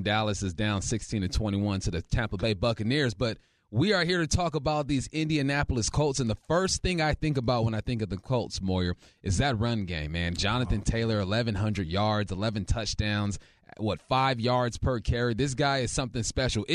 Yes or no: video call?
no